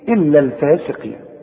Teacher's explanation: والقاف في آخر درجات التفخيم